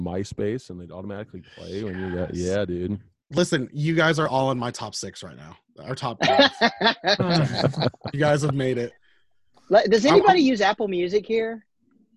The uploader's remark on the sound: We be zooming